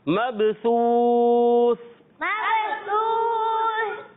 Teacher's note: با حرف قلقلہ میں سے ہے، با میں قلقلہ کریں گے، آواز لوٹ کر واپس آئے گی، اور پھر سا کی ادائیگی، دونوں سا کلیئر، سین نہیں پڑھنا، سین نہیں پڑھنا بلکہ سا.